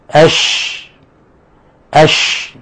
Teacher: يقول الشيخ مكي رحمه الله، وهو مكي بن أبي طالب القيسي صاحب كتاب الرعاية، وكتاب هذا يعني كتاب تلقاه العلماء بالقبول، وهو يعتبر من أصول علم التجويد. قال: الشين تخرج من المخرج الثالث من مخارج الفم بعد مخرج الكاف من وسط اللسان بينه وبين وسط الحنك، وهي مهموسة رخوة. مهموسة هي من حروف فحثه شخص سكت. · هي رخوة فيها تفشي، فيها تفش لانتشار الصوت بها عند النطق بها، فذلك الانتشار هو التفشي الذي فيها، وهو شدة الريح الخارجة عند النطق بها من وسط اللسان في تسفل، يعني تسفل انخفاض، لأنها حرف مستفل وليس حرف مستعلي، وهي تتصل بمخرج الطاء، فبذلك قويت بعض القوة.